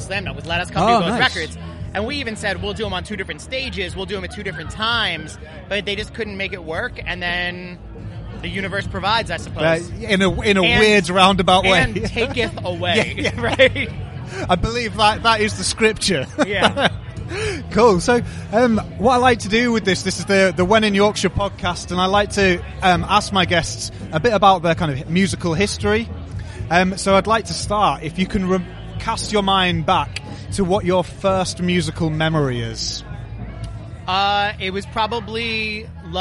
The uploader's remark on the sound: episodes recorded at Slam Dunk 2022